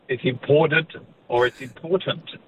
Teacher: that T of important is, you know, flanked by voiced sounds, and therefore you just carry the voicing through